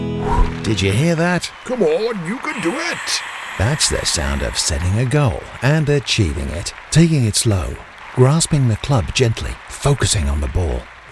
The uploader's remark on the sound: Live at The Bush Inn, Robeston Wathen Weds 3rd July 12pm-1pm